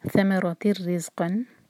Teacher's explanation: ث ثم لائٹ اور را ہیوی، را کو منہ بھر کے پڑھیں گے. ثمرات تاکہ تنوین کے بعد را ادغام بغیر غنہ کا، ناک میں آواز بالکل نہیں جائے گی